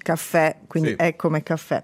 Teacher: tecnicamente l'accento grave sulla E indica una vocale aperta e per questo anche può aiutare, no?